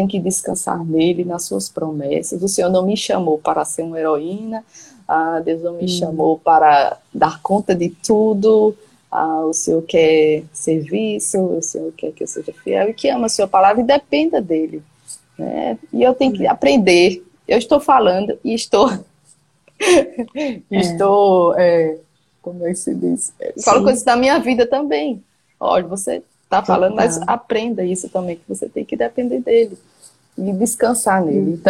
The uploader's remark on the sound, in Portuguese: uma live no seu Instagram